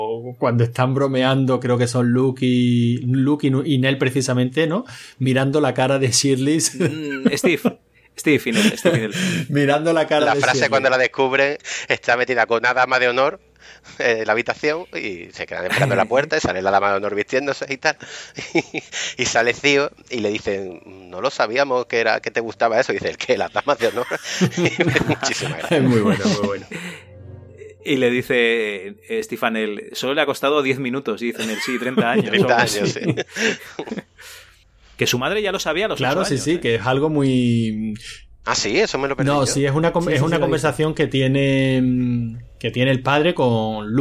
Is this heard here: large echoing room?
no